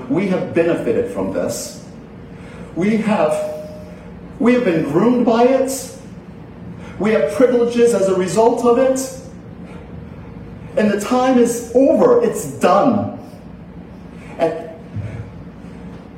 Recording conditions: large echoing room